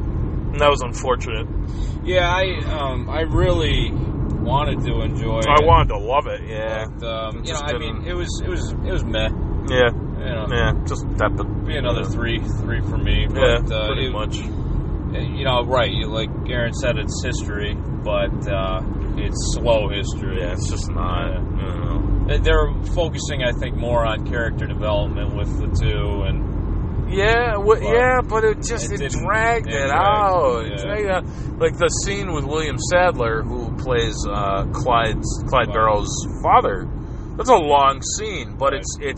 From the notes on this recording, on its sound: road trip edition